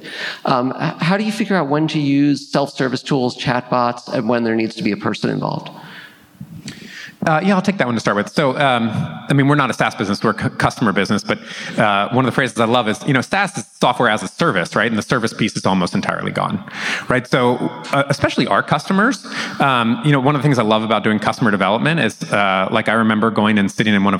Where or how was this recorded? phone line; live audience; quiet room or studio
live audience